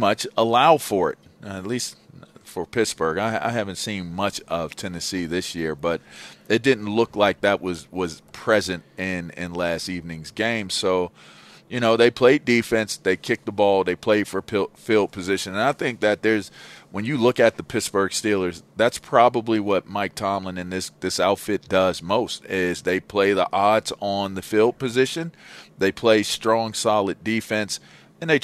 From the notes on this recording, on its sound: LIVE from Santa Anita Park for the Breeder's Cup